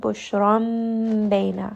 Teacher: Iqlab means that we are going to switch or change the letter from the letter noon to the letter meme. So the makhraj of the noon is going to get switched to the meme.